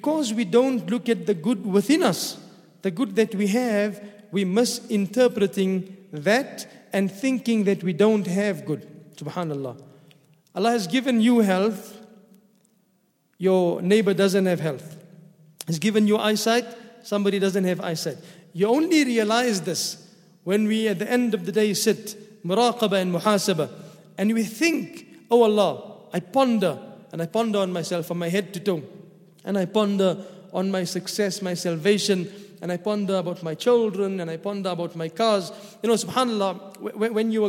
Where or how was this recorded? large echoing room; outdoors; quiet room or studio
large echoing room